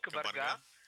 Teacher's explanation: Ударение на последний слог.